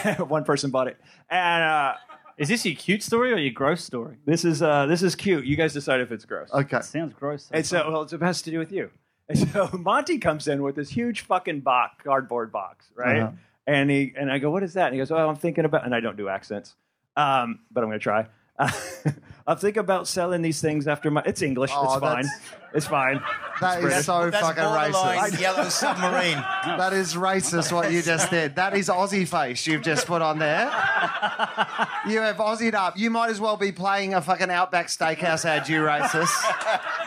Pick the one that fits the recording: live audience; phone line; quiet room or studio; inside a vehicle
live audience